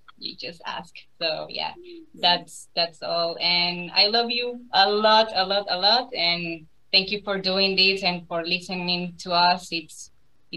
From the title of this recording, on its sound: Post-Season 3 Zoom Party